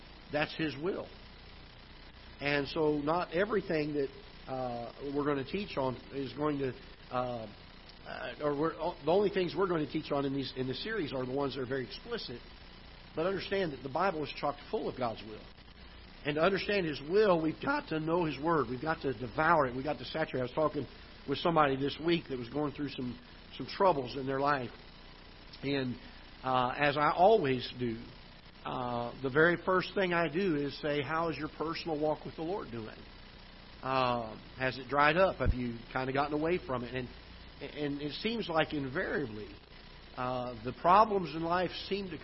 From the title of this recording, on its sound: Ketha Heights Baptist Church ~ Live Broadcast